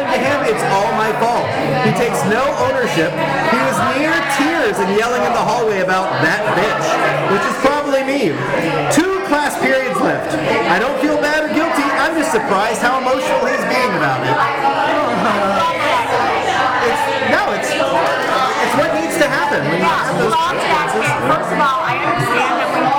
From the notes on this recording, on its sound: Live at State & Ale. Chatting it up in a bar!